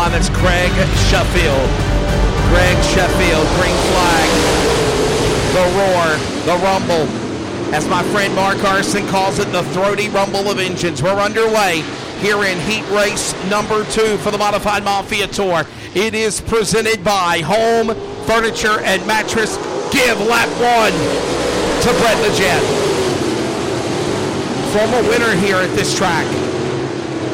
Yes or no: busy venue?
yes